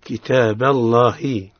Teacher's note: لفظ الجلالة حكمه التفخيم لأنه سبق بفتح